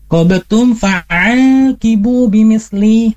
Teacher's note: tetap namanya qalqalah shaghra, maka tidak sempurna dalam memantulnya